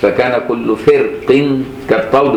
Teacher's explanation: التفخيم باعتبار اصل القاف انها فخمه والترقيق باعتبار ان القاف اذا كسرت ترققت · Term: الوجهين